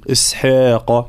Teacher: كلمة إسحاق بين كسر الهمزة إي ثم الحاء مرققة، فلا نقول إسحاق ولا نبالغ في الترقيق، إسحاق لا إسحاق.